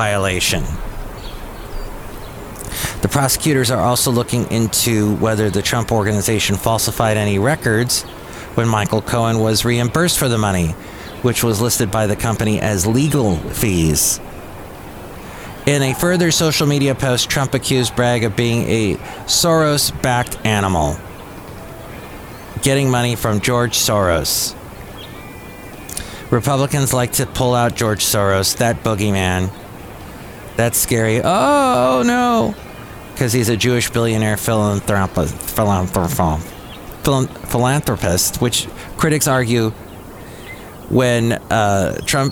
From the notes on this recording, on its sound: podcasts live from Cafe Anyway